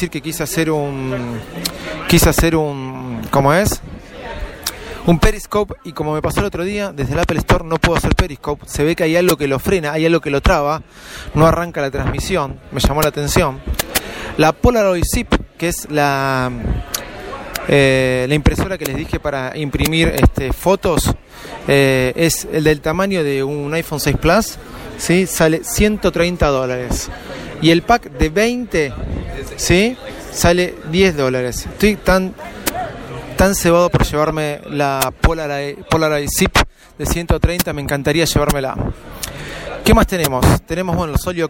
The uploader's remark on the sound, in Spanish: DESDE APPLE STORE EN VIVO